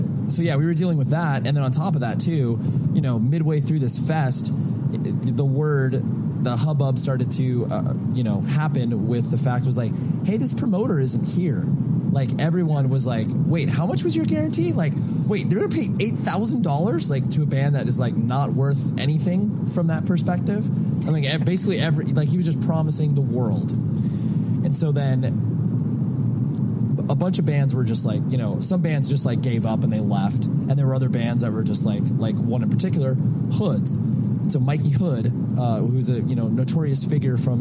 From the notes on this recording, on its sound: This chat that I had with the rest of the guys in my band. While we were on the road in December in Canada.